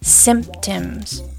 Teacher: The letter Y here has the I vowel sound. The second syllable is short and unstressed, and the letter O has the I sound.